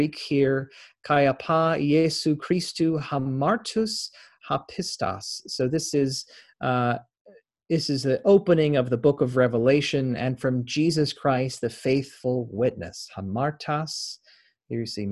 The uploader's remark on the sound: Interfaith Zoom Class. Zoom lecture.